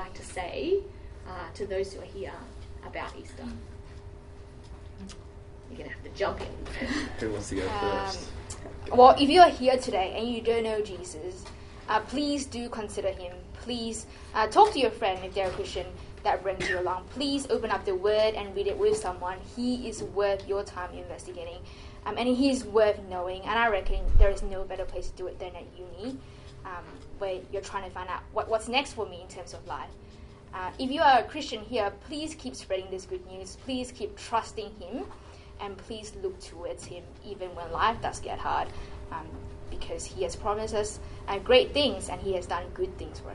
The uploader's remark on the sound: This week at TBT, we had a panel of three students sharing from the front